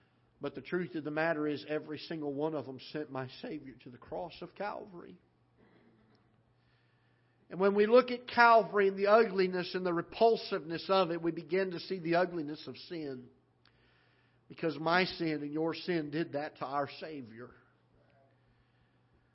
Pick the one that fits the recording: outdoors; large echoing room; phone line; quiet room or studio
large echoing room